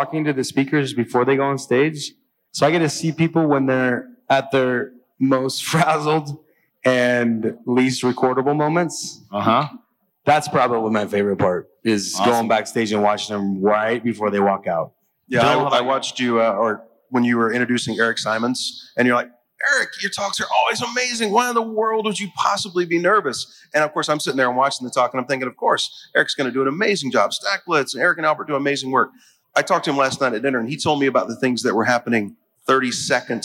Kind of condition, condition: setting, busy venue